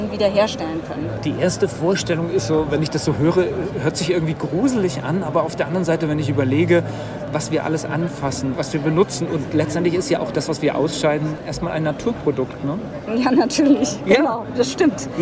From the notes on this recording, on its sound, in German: live von der Frankfurter Buchmesse!